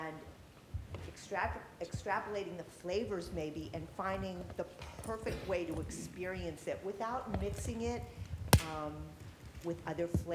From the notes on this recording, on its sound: This public lecture series discusses concepts from the physical sciences that underpin both everyday cooking and haute cuisine.